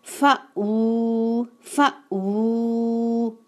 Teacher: پھر اللہ فاو، یہاں پر ہم اس کو او کی ساؤنڈ نہیں دیں گے، واؤ الٹا پیش، وو فا کے ساتھ شارپ جھٹکا آئے گا